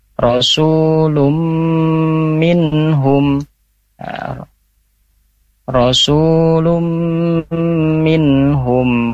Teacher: bacanya melebur sambil dengung. · Term: idgham biguna